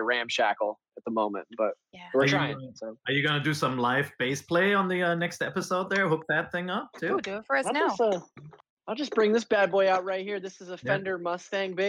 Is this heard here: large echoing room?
no